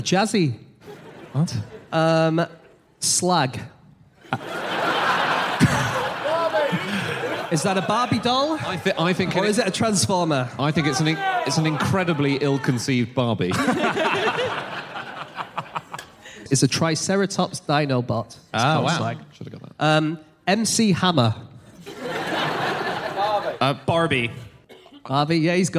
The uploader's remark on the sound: Live from Birmingham